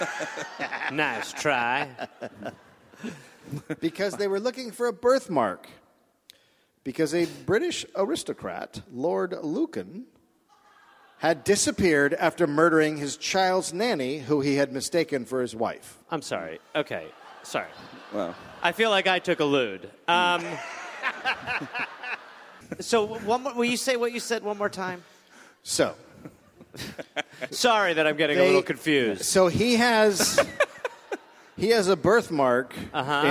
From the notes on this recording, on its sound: Recorded live at Hamer Hall in Melbourne.